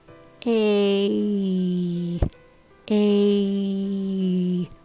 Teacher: The A sound has a slight shadowy Y sound at the end.